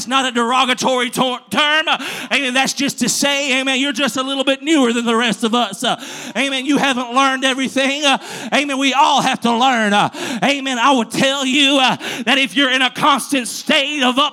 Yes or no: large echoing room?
yes